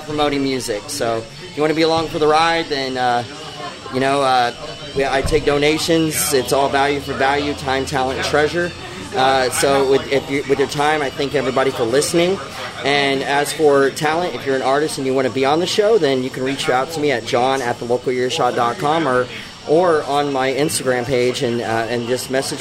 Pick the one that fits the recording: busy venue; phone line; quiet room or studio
busy venue